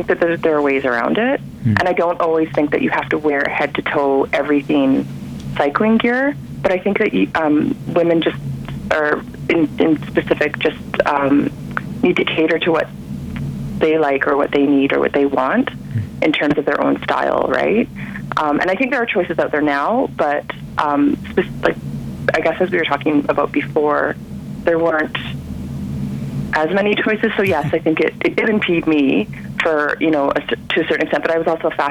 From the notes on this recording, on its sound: on the phone for the February edition of Bike Bits